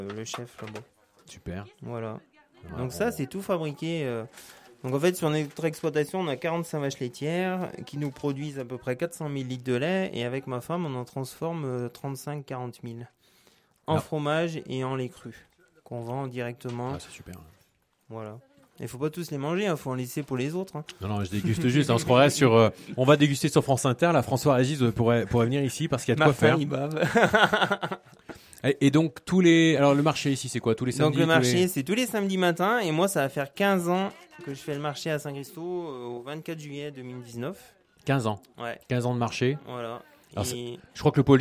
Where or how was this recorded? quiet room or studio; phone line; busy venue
busy venue